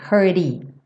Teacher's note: O T reduzido para rarara.